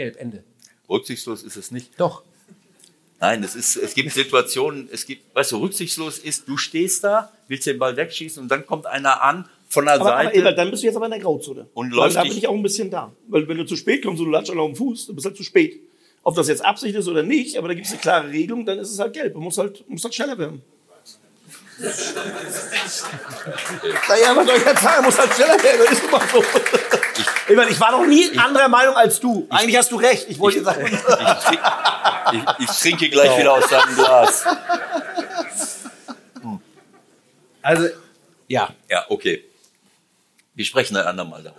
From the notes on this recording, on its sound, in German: Live vom Millerntor. Hier ist die Live-Aufnahme vom Millerntor.